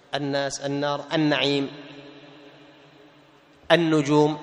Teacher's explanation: أين ذهبت اللام؟ أضغمت في النون